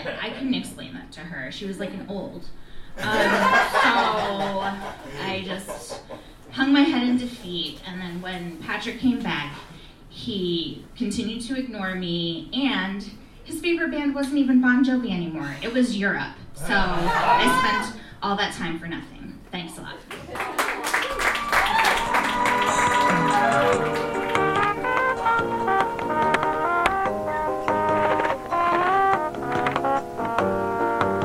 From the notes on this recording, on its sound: Live! From The Footlight. We invited past guests for what became our Holiday Showcase.